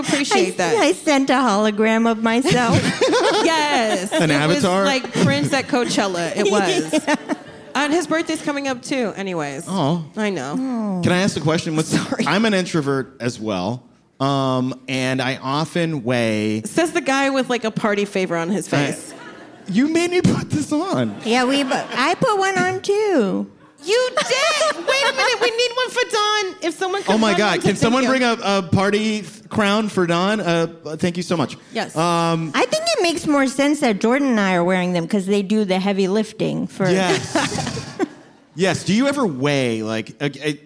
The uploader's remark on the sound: Recorded live at the Bell House in BK.